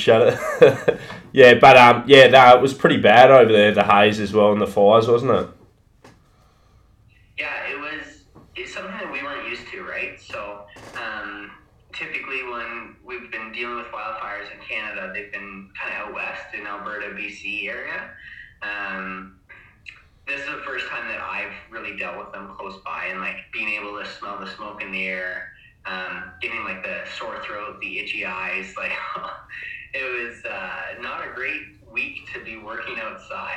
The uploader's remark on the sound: recording was hard to do